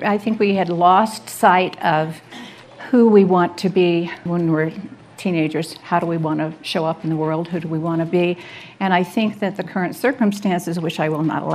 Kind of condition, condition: setting, live audience